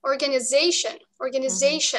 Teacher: Твой pitch или ударение падает на вот это, на слог they. Он длиннее, и, опять же, меняется тональность. И звучишь ты по-другому.